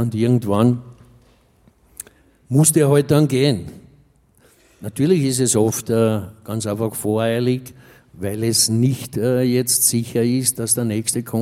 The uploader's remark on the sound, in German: Auf dem roten Stuhl LIVE SHOW